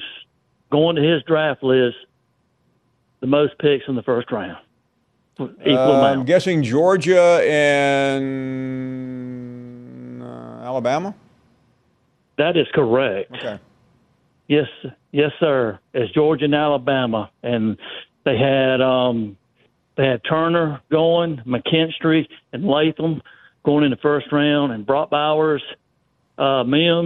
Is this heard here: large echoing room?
no